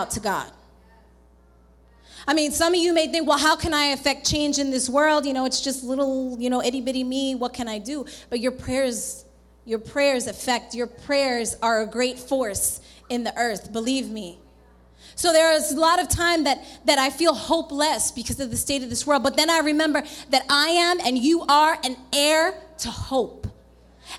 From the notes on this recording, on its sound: This sermon was recorded live at The Sanctuary Fellowship, 1469 St. Peters Avenue, Bronx, NY.